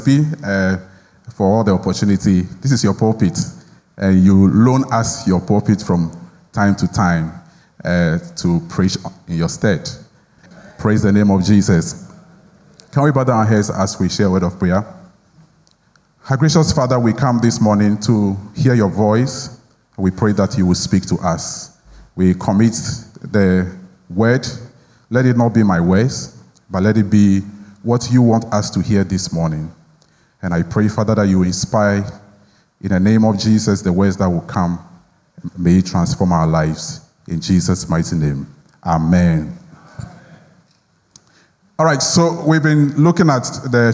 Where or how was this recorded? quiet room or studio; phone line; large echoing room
large echoing room